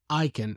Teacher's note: when we say can in affirmative, it's usually unstressed.